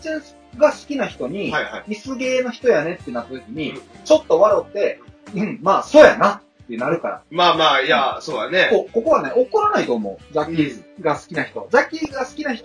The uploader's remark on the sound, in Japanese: 平成最後の更新に限ってとても音声悪いですが、よろしく